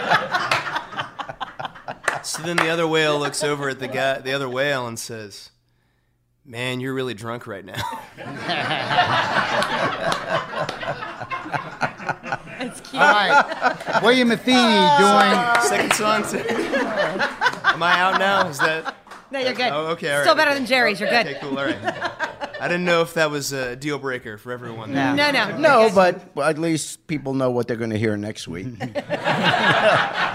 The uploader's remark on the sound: some of his former City Wide Learning Community High School students sitting in the audience tonight